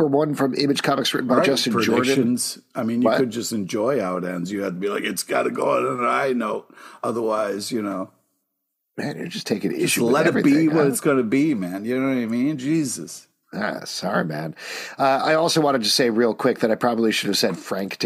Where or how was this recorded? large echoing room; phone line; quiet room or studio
quiet room or studio